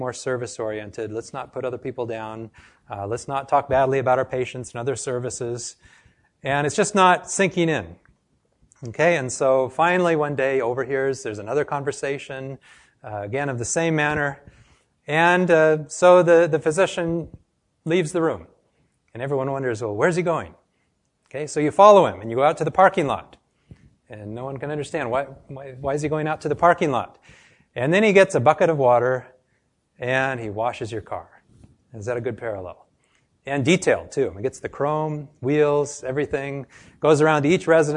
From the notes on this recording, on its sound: This lecture was given to a group of medical students and health professionals